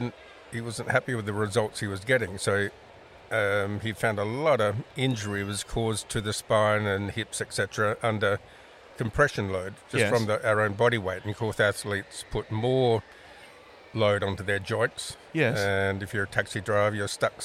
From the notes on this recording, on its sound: This is the first ever episode of the Spine Dynamex podcast recorded at the Royal Adelaide Show in 2022.